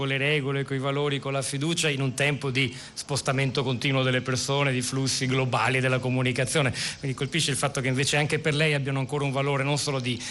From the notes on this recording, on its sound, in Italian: diretta dal Festival dell&#39;Economia di Trento